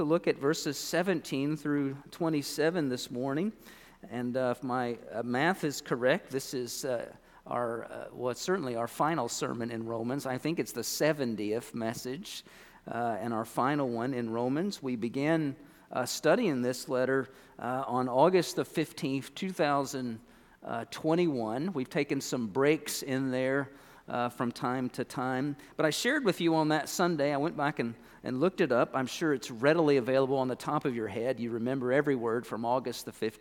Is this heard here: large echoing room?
yes